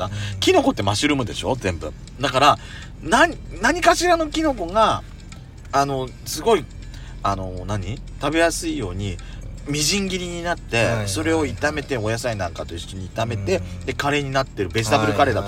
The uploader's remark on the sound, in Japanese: 2人組。パーキング収録。